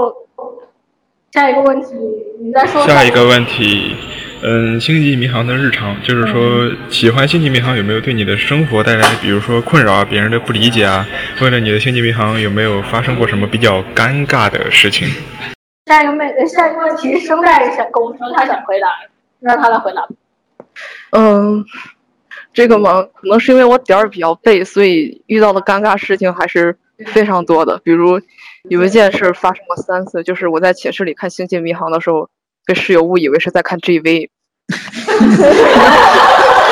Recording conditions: poor sound quality